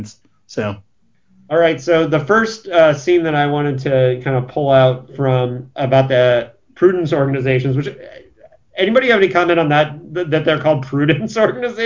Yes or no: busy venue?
no